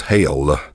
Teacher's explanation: really like to elongate those vowels with words like hell, which becomes hail.